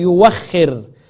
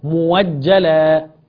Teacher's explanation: والهمزة المفتوحة بعد ضم تبدل واو